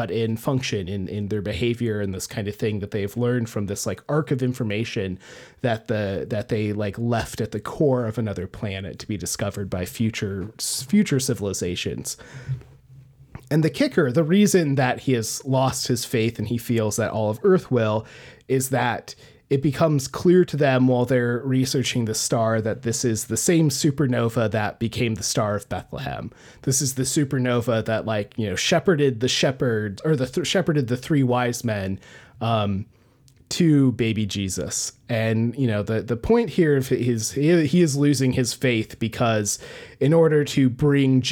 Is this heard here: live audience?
no